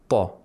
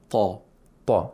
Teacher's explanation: So if you say da, da, da, you're pronouncing a dal with tafkhim, and that's incorrect. So we have to make sure it's a ta that is voiced and also has tafkhim